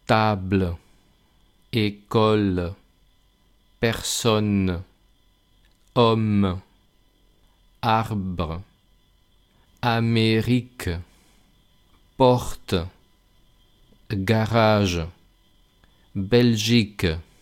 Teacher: que se note que haya dos sílabas, pero la segunda sílaba termine en una especie de E